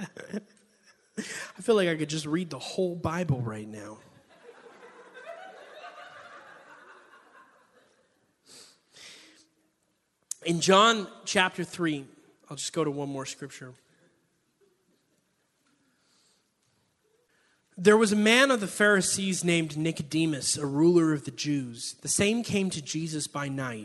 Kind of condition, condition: setting, live audience